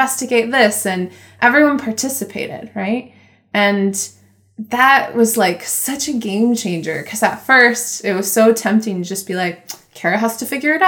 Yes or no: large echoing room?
no